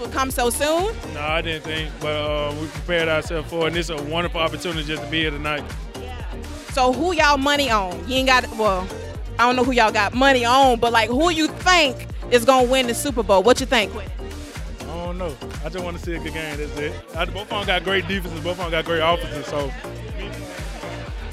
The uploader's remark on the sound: live on the red carpet for the 2020 Super Bowl Gospel Celebration in Miami, Florida!